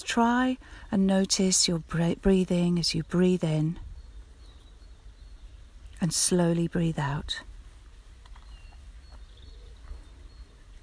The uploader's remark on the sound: We join her as she walks through some woods on the edges of London, so keep an ear out for the birds, sounds of nature and the stream.